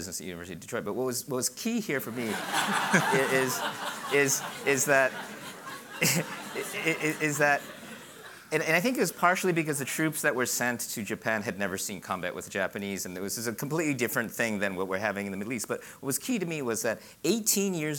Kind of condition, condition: setting, busy venue